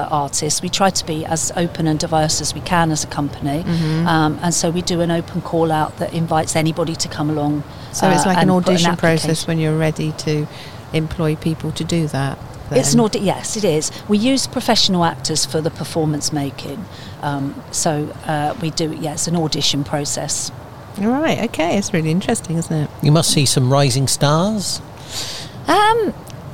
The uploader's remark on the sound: joins us in the discussion outside of Willow's Coffee House in the town